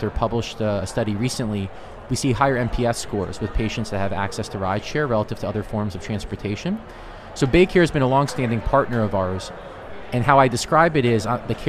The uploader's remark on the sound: recorded at HLTH in Las Vegas